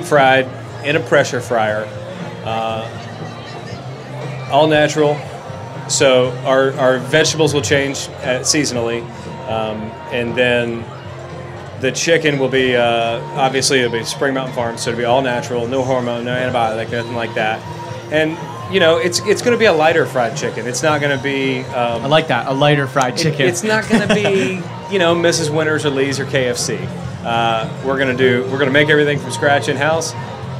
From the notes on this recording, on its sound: a chat around the Springer Mountain Farm campfire at Charleston Wine + Food